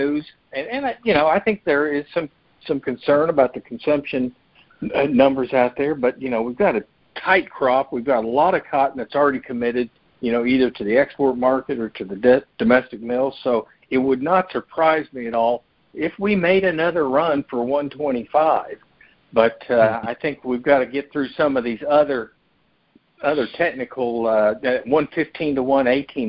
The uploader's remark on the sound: August 2022 Monthly Conference Call On Cotton.